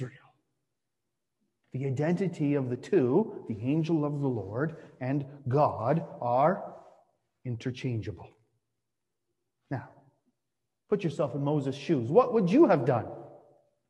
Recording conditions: large echoing room